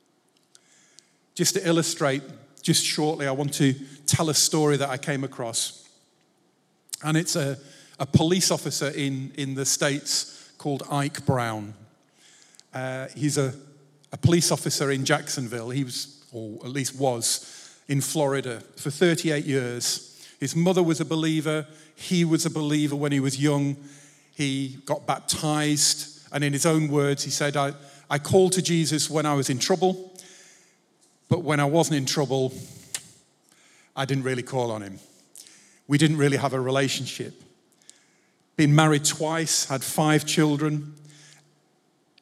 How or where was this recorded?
live audience